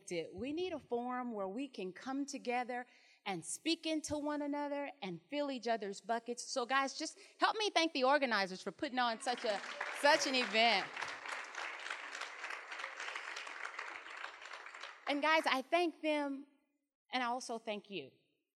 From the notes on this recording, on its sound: The recording you are about to hear is a keynote from our Women in Education Leading and Learning Summit held on November 6 and 7, 2019.